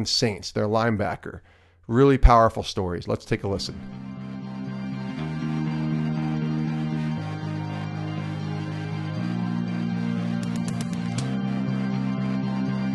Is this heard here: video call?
no